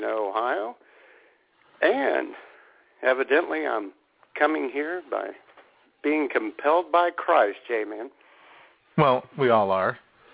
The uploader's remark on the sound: all the while taking your phone calls.